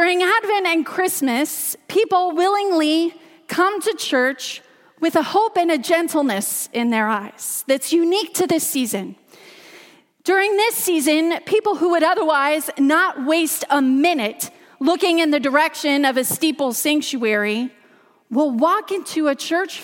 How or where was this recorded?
large echoing room